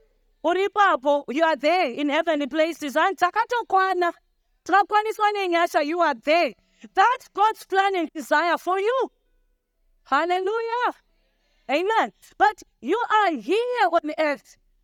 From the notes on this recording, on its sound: Oasis Family Church - Doing Life Together. The Sunday Service Sermon was recorded on the 16th of July 2023.